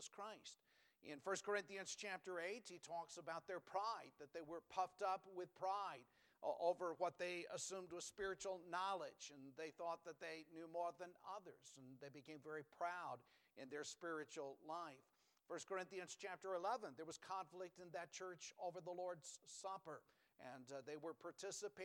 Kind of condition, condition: setting, large echoing room